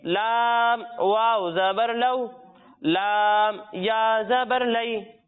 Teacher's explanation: حروف لین کو ہم بغیر کھینچے، بغیر جھٹکا دیے نرمی سے پڑھیں گے